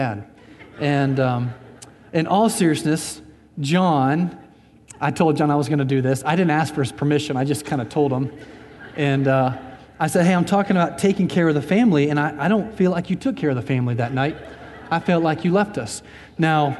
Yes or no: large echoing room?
yes